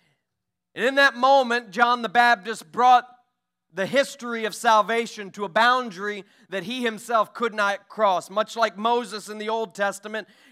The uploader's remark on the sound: During our Sunday morning gathering on July 2, 2023. We are an Apostolic, Pentecostal church located in Poplar Bluff, Missouri.